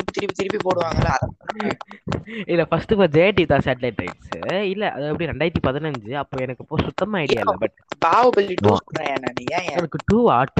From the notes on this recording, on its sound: pls don't mind the audio in the start